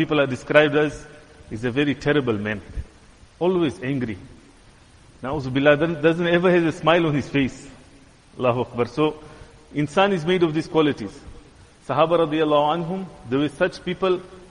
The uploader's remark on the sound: Jumuah lecture.